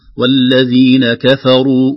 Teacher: ننتبه للترقيق في الكاف والفاء، نقول والذين كفروا وليست كفروا كفا، كفروا، ربما تفخيم الراء يؤثر على الفاء قبلها، تجاور الحروف دائما يحتاج إلى عناية.